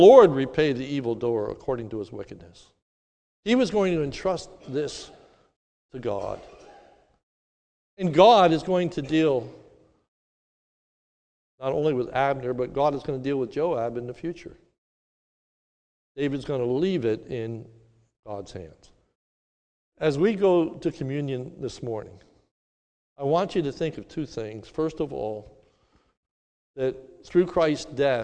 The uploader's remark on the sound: This sermon was recorded at the Lebanon Bible Fellowship Church in Lebanon, PA on 7/4/2021 during the morning service